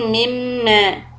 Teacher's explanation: the first mim shadda is idgham with gunna